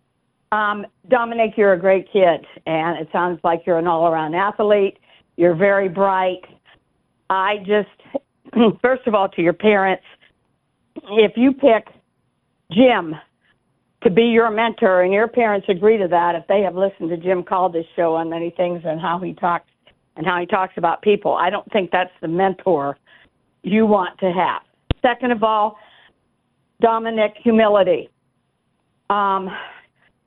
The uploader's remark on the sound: Final hour of our President's Day show and we take a full hour of your phone calls.